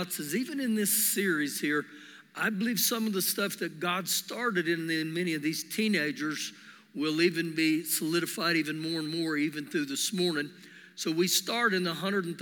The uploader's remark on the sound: Recorded live during our Sunday morning service